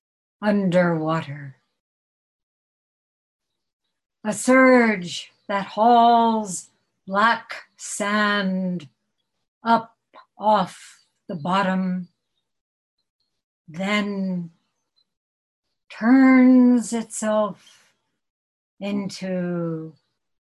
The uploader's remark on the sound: At Zen Center of Syracuse Hoen-ji via Zoom.